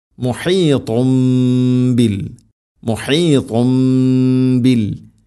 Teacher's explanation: മുകളിൽ പറഞ്ഞതുപോലെ ഇഖ്ലാബ് തൻവീനിനെയോ അല്ലെങ്കിൽ സാക്കിന നൂനാണെങ്കിലും ശരി അതിനെ മീമാക്കി മാറ്റണം